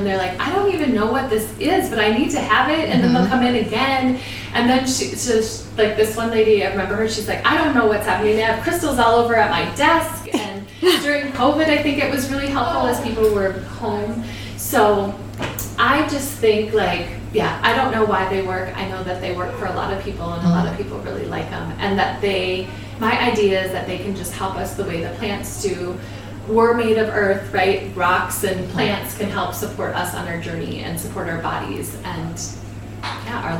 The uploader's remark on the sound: Our first in person interview since the pandemic in her beautiful store. There may be some background noise during this episode.